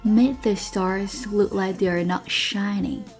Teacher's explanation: Make 失去爆破，stars st 浊化成的 look like 都失去爆破，包括后面这个 not 也失去爆破